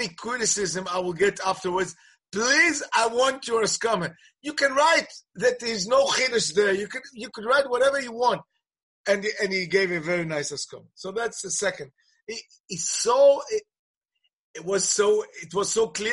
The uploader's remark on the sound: Presented at a ZOOM teleconference on the eve of Yom Yerushalayim.